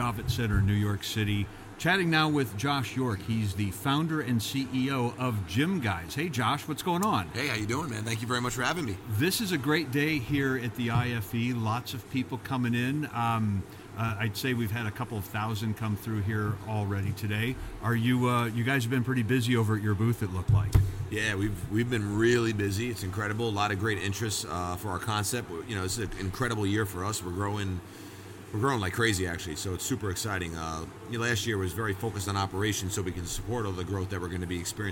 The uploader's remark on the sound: Recorded LIVE in the Podcast Zone at The International Franchise Expo 2023 in New York.